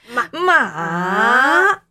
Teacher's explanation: 先准备要讲四声，然后呢，把声调拉下 · Term: 三声